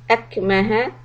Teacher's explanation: Kaf is a sukoon. So we'll do a little hams. Make sure that the air flows.